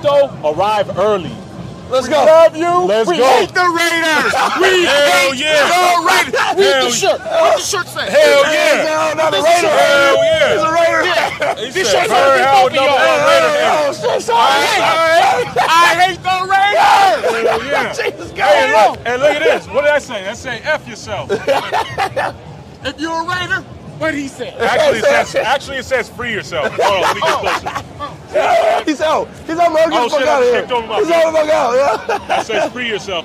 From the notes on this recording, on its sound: LIVE at the Broncos vs Raiders Game at Empower Field. We're recording live at the Broncos vs Raiders tailgate.